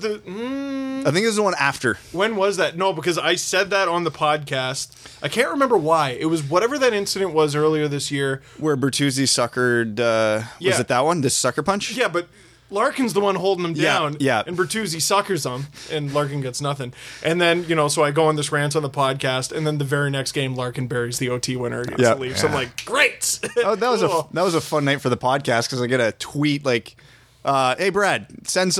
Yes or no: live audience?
no